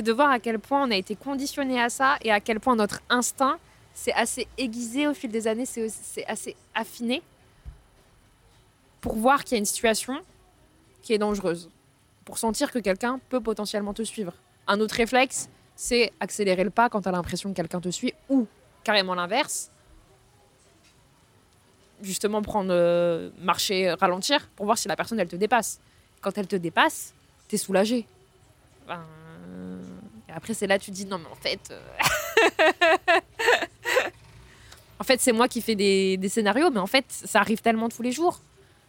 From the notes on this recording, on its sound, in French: Merci au café Creime (Paris 9e) de m'avoir laissé un espace pour enregistrer mes interviews.